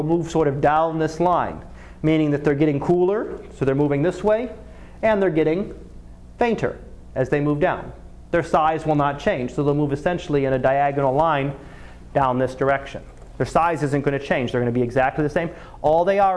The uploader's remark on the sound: Live Class Lecture